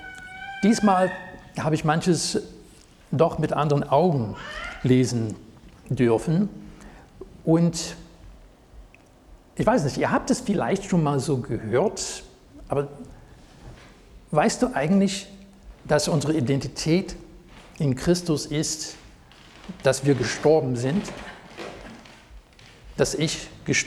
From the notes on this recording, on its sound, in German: Predigt aus dem Gottesdienst vom 16.07.2023.